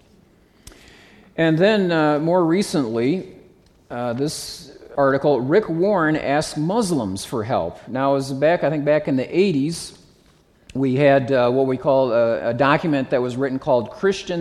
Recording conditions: live audience